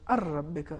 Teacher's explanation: نون بالکل حذف ہو جائے گا صحیح تلفظ اس طریقے سے ار ربک نون نہیں پڑھا جائے